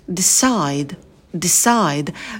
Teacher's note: Опустили челюсть вниз, язык оттянули назад, как будто бы хотим его проглотить. И в конце будет звонкий звук D.